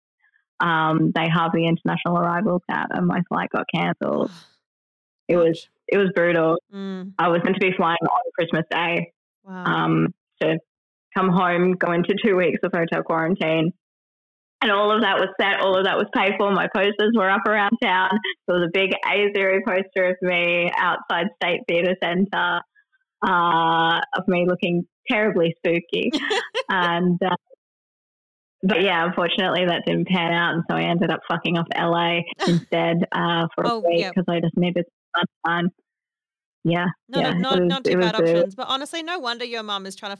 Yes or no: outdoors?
no